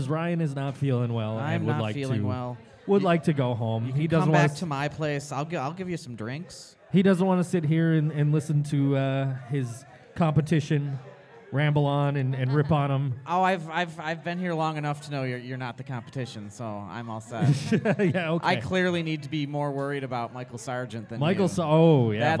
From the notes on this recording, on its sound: The ThinkSoJoE Show and The Struggle Is Real Buffalo Music Podcast host a live broadcast at the Of Night and Light Tour Kickoff show at Sugar City. October 13, 2018.